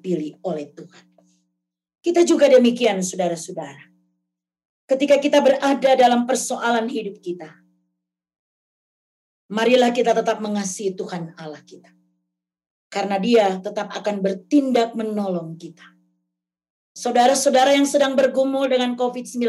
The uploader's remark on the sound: RSK 98.6 FM: Ibadah Minggu GKI Kalvari. Zoom Meeting.